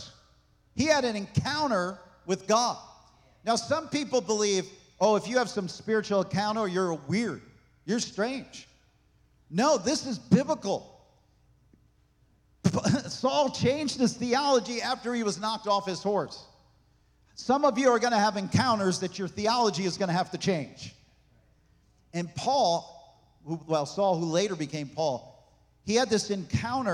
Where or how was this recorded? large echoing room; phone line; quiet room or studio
large echoing room